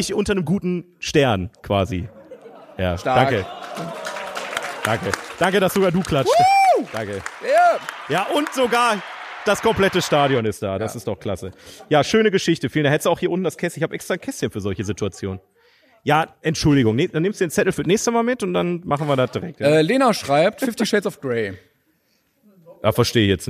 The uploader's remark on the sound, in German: Die Kino-Events sind zurück! Nach langer Pause ENDLICH wieder LIVE aus dem Metropolis-Kino in Bochum.